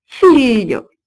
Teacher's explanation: Le L palatal, lieu, se fait entendre, par exemple, aujourd'hui, dans l'italien figlio, F-I-G-L-I-O, qui signifie fils, et ce lieu se prononce comme un L avec la langue largement étalée contre le palais